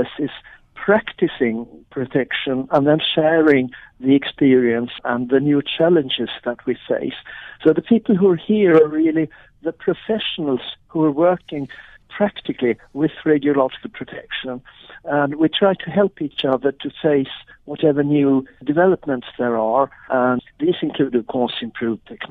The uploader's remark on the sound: we are now joined on the line